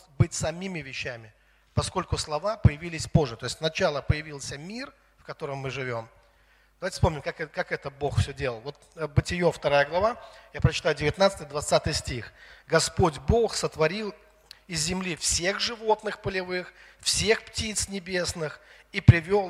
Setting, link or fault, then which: setting, large echoing room